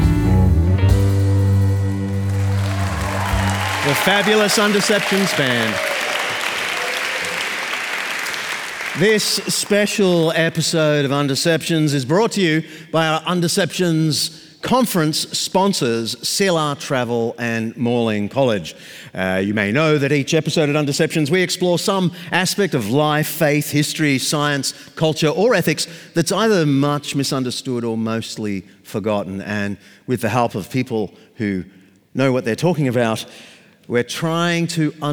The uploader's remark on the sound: Live from Melbourne. In this live episode, recorded at the Melbourne leg of the Undeceptions Conference.